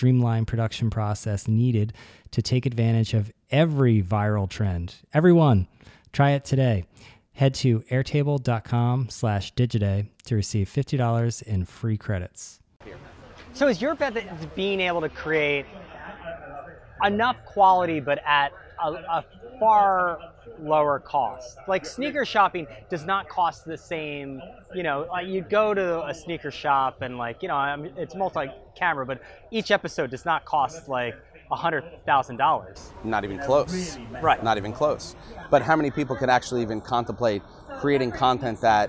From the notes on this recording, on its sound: He joined Digiday for a live podcast at the Cannes Lions festival.